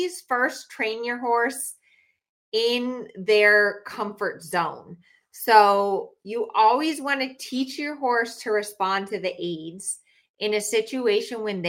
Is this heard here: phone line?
no